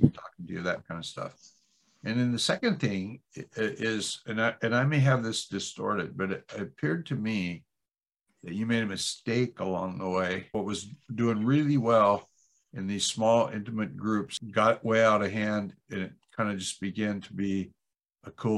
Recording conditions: video call